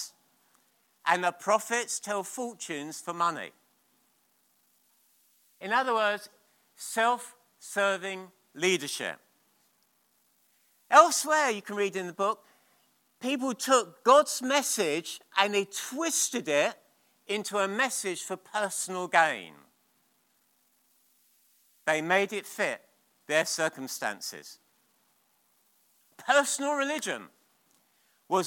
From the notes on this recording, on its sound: at King's Church, Cockermouth.